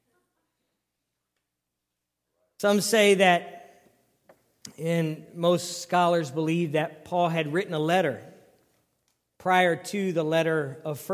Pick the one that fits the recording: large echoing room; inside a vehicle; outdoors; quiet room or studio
large echoing room